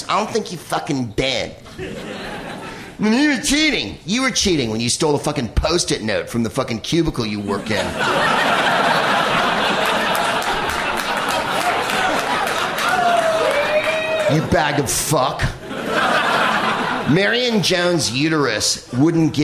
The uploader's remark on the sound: Live from The Bell House in Brooklyn, NY